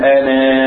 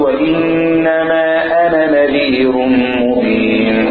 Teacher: هذا الألف إذا وقفت تمد حركتين · Shown in: first take · تقول أنا وإذا وصلت تقول وإنما أنا نذير مبين ينطق فقط في الوقف أما في الوصف فلا ينطق.